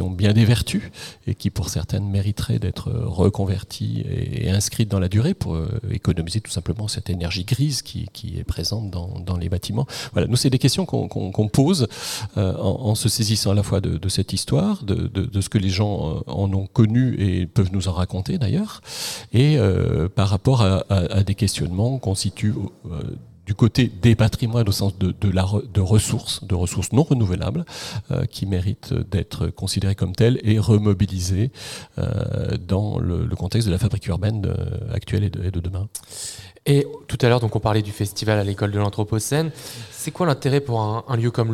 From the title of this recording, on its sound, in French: En direct de l'Ecole de l'Anthropocène 2023